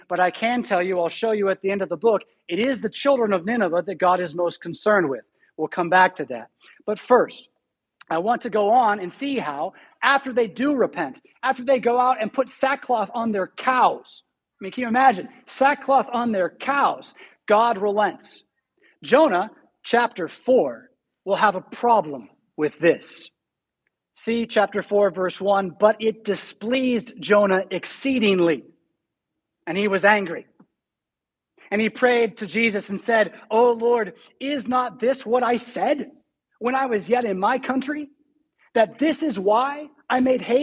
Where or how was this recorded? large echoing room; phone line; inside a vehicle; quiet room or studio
large echoing room